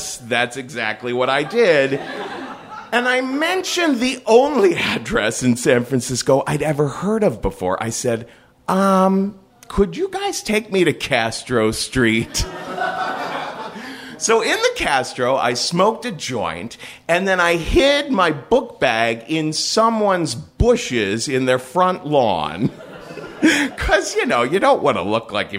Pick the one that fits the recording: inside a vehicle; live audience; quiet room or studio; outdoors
live audience